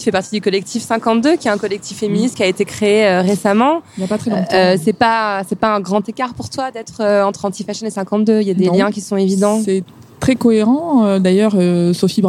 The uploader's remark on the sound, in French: Enregistré le 22 avril 2017 lors de la journée “Fashion Revolution”. Installées au bord du Canal Saint-Martin.